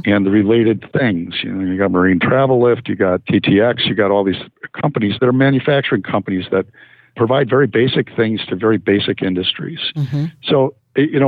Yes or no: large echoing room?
no